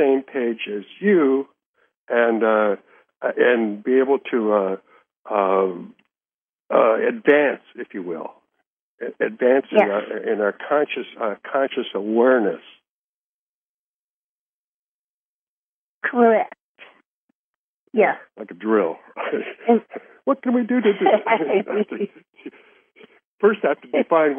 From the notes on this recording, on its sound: Conference Call LIVE.